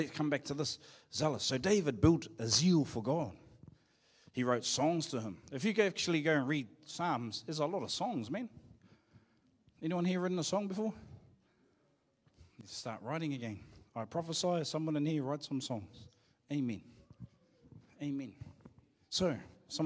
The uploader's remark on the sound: Live from IwiTapu Destiny Church Hawkes Bay